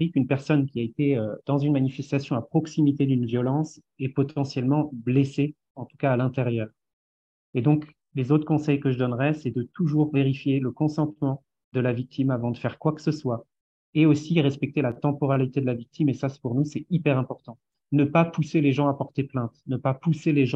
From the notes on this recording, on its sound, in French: Le collectif Bassines Non Merci nous a demandé de diffuser le temps de brief en visio sur les question de base arrière de la mobilisation de ce week-end.